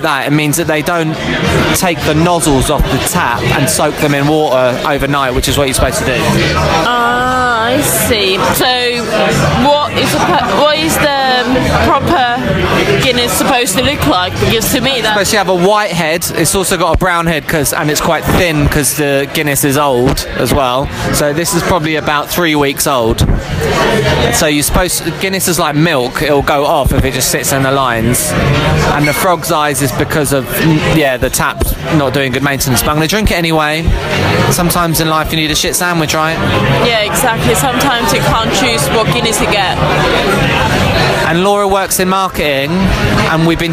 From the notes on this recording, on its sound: We are live on the dreary streets & pubs of Central London